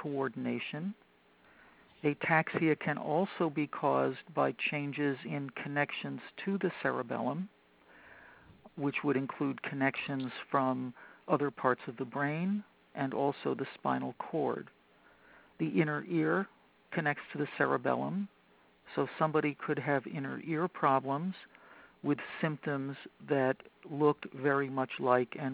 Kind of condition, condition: link, phone line